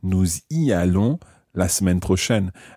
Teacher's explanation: notice that we pronounce the s of nous y allons. Okay, the nous has the s pronounced here because it's followed by a vowel sound.